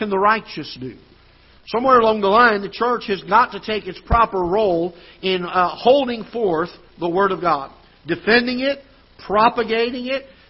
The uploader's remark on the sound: Ketha Heights Baptist Church ~ Live Broadcast